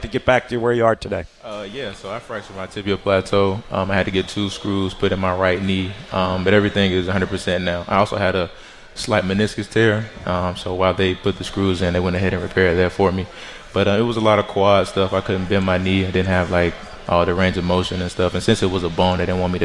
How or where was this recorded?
busy venue